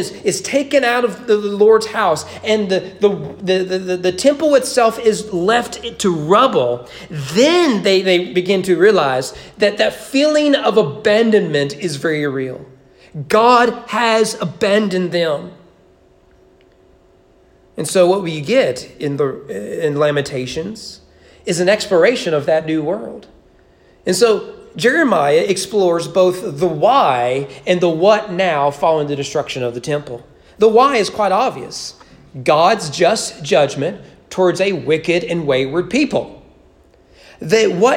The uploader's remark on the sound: Sermon preached at East Frankfort Baptist Church. During the annual Christmas Candlelight service.